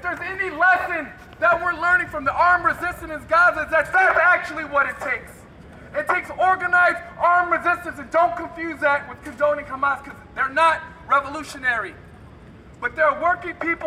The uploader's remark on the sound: Public health workers against Cop City held a rally outside of the American Public Health Association (APHA) annual meeting held in Atlanta, GA at the Georgia World Congress Center.